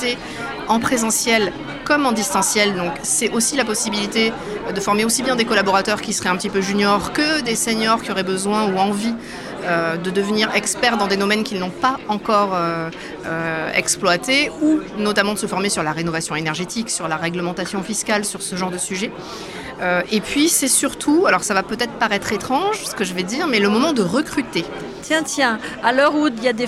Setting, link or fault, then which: setting, busy venue